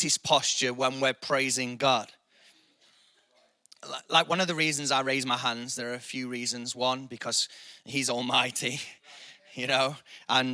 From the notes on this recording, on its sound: IKON Church. Recorded live at the Chesterfield Campus this is the message from the morning service.